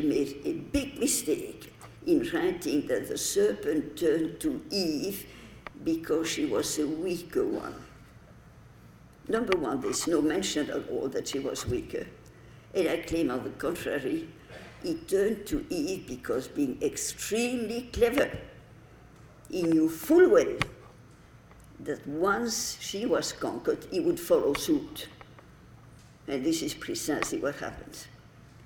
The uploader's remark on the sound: delivered the commencement address at the 2015 Commencement Ceremonies on May 16